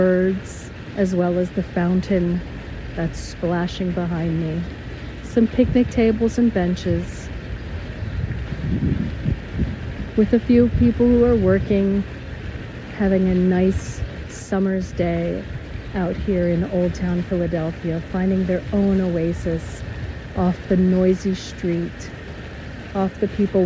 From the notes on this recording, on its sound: In the Old Town of Philadelphia, Pennsylvania, USA. This is a special on location Walk and Talk of our Mindfulness Summer Tour 2022.